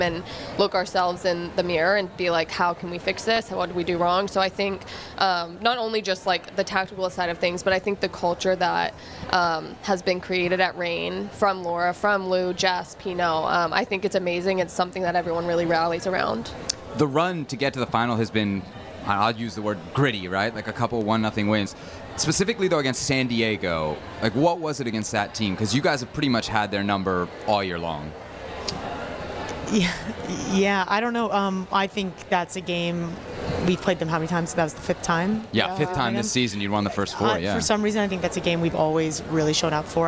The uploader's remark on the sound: Live from San Diego, California on NWSL Media Day.